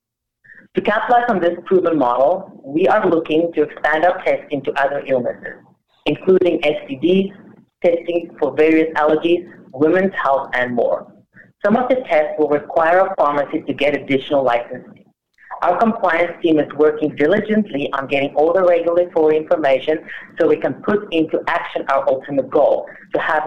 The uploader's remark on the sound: Progressive Care Shareholder Conference Call May 2021